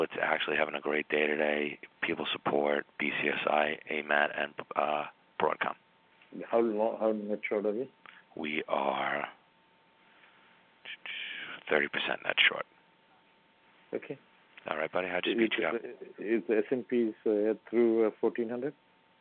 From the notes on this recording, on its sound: The audio of a phone call